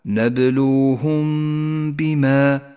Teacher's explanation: وأخيرا حكم الإخفاء الشفوي عند قوله تعالى نبلوهم بما، الميم الساكنة وبعدها حرف الباء، نبلوهم بما، نخفي الميم بالباء مع بقاء غنة للميم زمنها حركتان، ولكن لا تجافي بين الشفتين عند نطق الميم ولا تضغط عليهما بل توسط في ذلك.